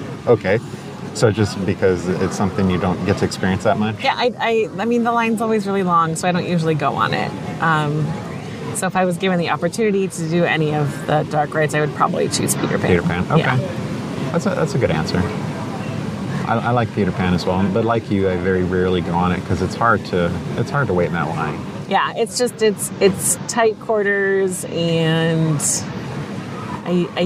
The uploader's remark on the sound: Live from Disneyland Park. At Cafe Orleans.